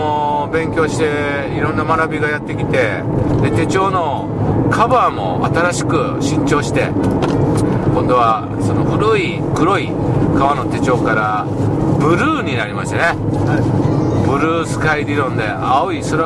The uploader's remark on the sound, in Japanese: 福井県へ向かう車の中でドライビング対談収録をいたしました。